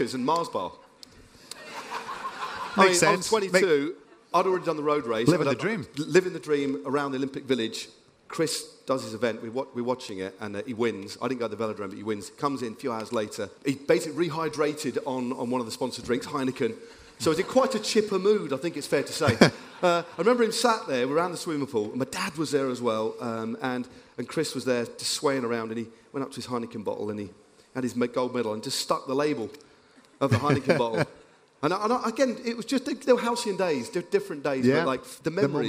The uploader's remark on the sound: In this interview recorded on stage at Rouleur Live 2023.